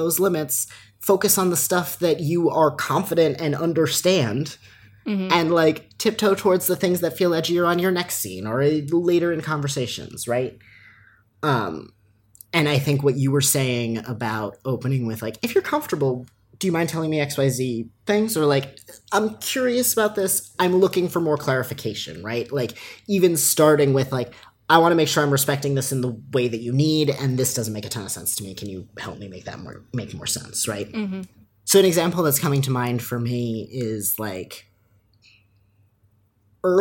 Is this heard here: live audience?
no